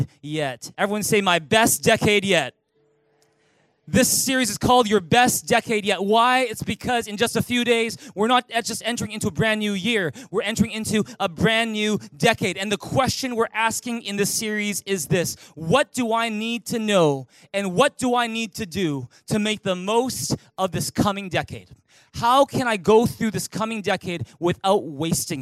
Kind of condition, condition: setting, large echoing room